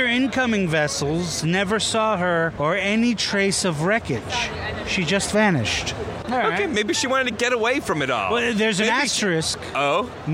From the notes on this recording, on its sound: Live at Los Angeles Comic-Con